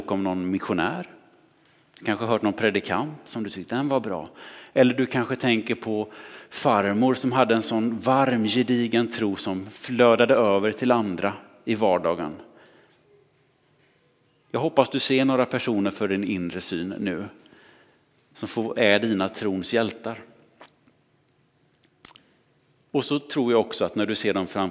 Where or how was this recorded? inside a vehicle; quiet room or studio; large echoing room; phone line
large echoing room